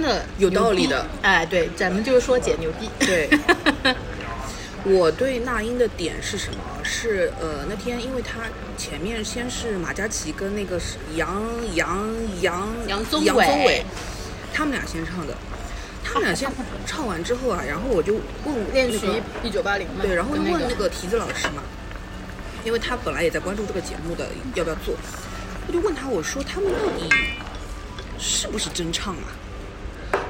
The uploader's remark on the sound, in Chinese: 本期节目在火锅店录制，手机就放在了火锅旁边，可能会听得一耳朵油，先说抱歉。鼎王无老锅。